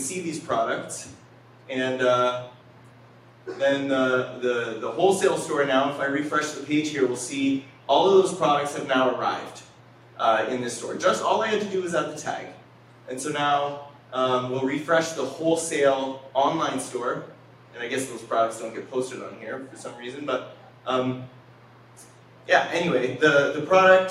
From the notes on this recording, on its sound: The conversation at the Milton Innovation Community Meetup